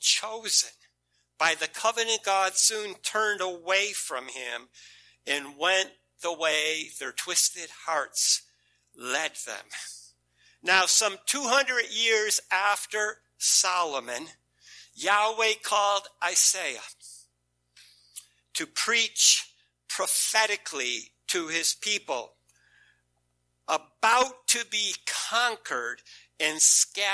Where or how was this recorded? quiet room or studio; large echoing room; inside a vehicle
large echoing room